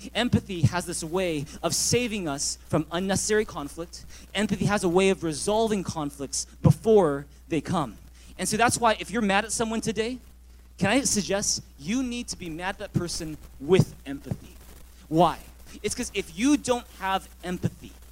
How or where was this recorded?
large echoing room